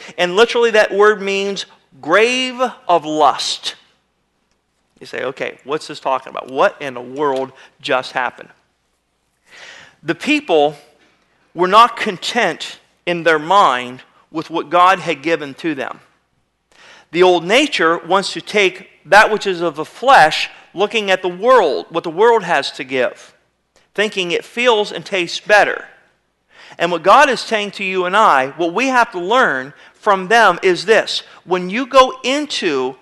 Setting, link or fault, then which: setting, large echoing room